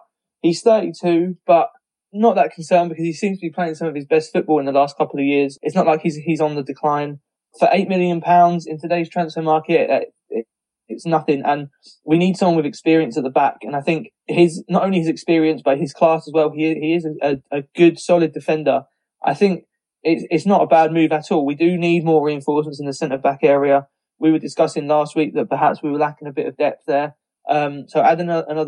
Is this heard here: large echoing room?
no